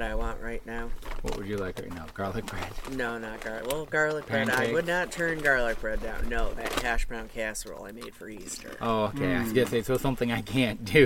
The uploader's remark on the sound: This episode we record out on our quarterdeck on the first nice day we have seen lately.